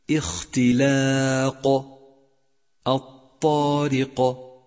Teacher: النوع الثاني قلقلة كبرى، وذلك إذا وقف على أحد حروف القلقلة بالسكون في آخر الكلمة، مثال ذلك اختلاق، الطارق. قلقل حرف القاف بسبب سكونه، وهي قلقلة كبرى لأن هذا الحرف جاء في آخر الكلمة